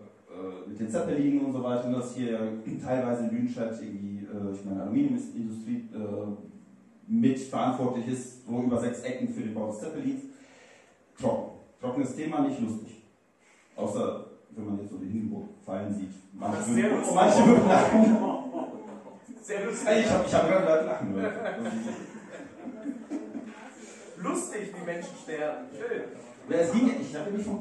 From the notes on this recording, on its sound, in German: Live in Lüdenscheid. In der Räumlichkeiten der Bar "Frieda's" in Lüdenscheid aufgezeichnet werden konnte.